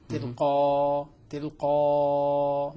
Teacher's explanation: الإبدال ألفا مع ثلاثة المد